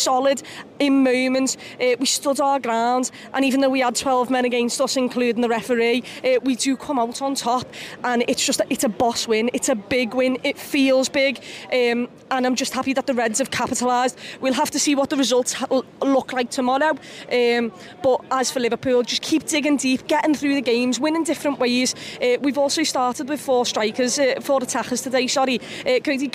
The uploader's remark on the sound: Outside Anfield with her match reaction.